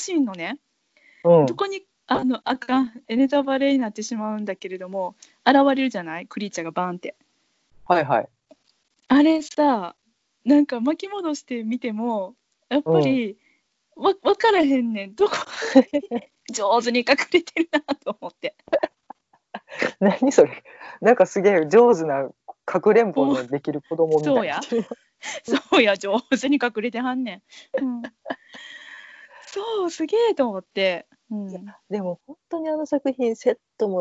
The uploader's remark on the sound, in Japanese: 久々のリモート収録です。